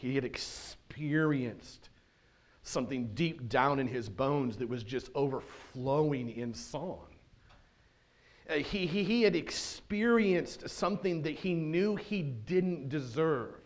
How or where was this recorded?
large echoing room